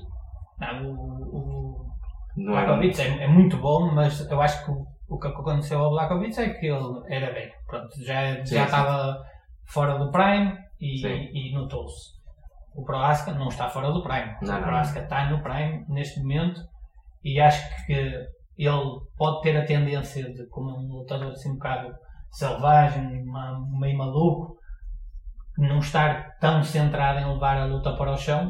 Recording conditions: poor sound quality